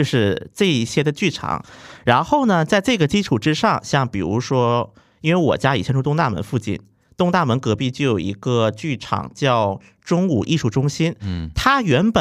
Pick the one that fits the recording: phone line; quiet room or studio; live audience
quiet room or studio